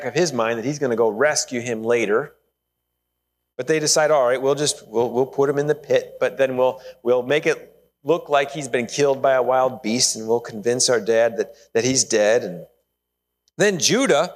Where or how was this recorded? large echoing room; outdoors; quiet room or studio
large echoing room